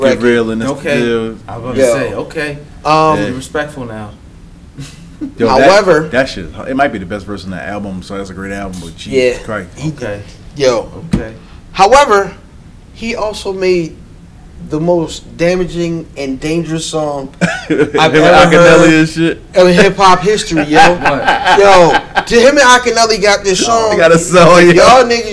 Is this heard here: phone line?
no